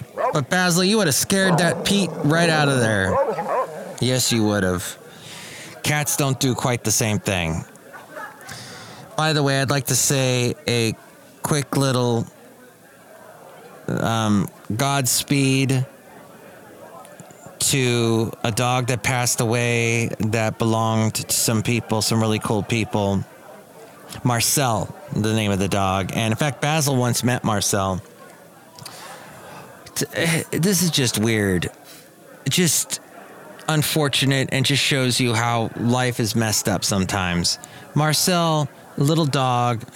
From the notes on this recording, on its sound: podcasts live from Cafe Anyway